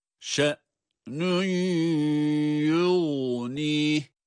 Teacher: şe'nün yu derken de idgamı ma'al gunne olarak da gunneli bir idgamı gerçekleştiriyoruz. Aynı zamanda da tutuyoruz tabii ki.